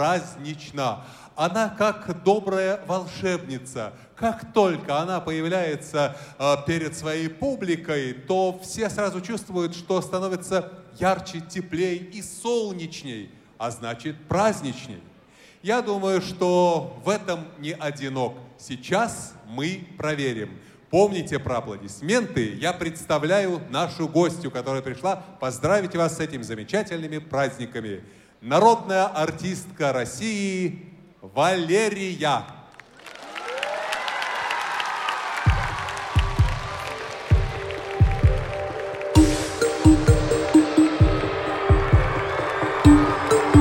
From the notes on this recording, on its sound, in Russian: Предлагаем вашему вниманию аудиозапись гала-концерта фестиваля. Запись прямого эфира. Международный благотворительный фестиваль «Белая трость».